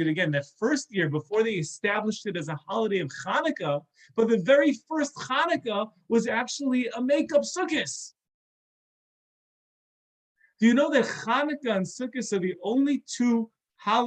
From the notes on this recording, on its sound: This is a recording of a zoom talk